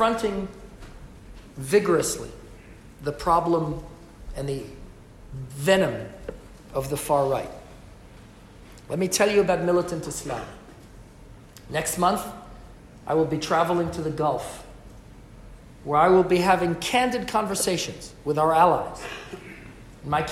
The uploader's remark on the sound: LIVE from Westminster addressing Parliament